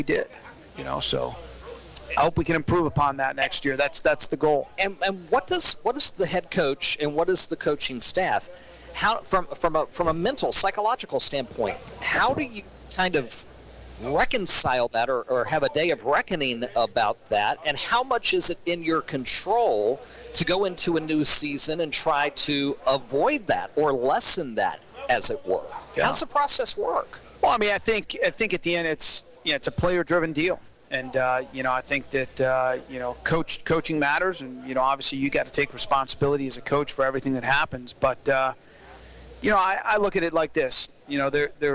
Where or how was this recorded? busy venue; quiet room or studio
busy venue